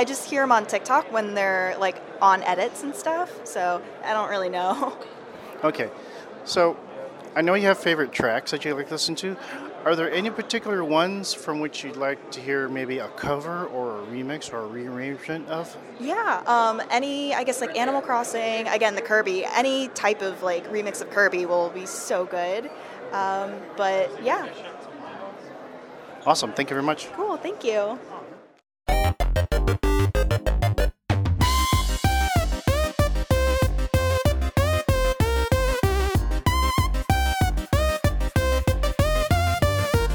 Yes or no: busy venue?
yes